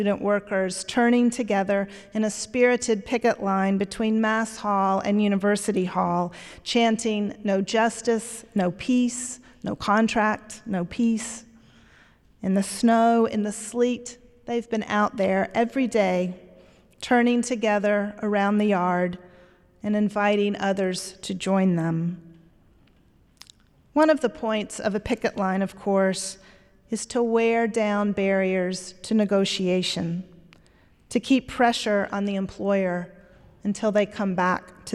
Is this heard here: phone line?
no